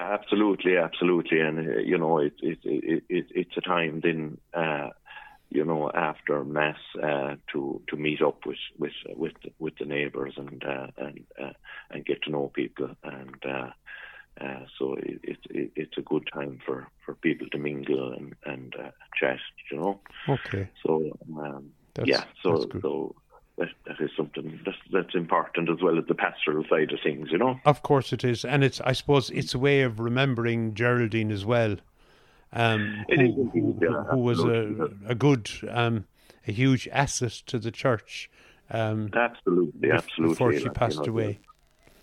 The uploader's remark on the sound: joined on the phone by Oatfield correspondent